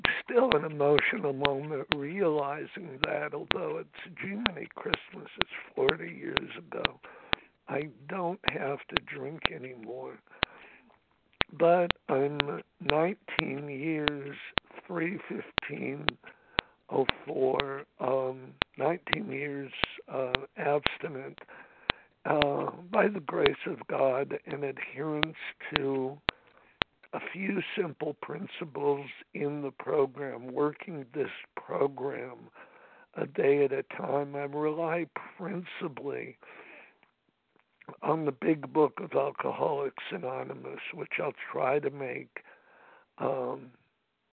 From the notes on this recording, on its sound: from the 100 Pounders Phone Meeting, 8/27/23.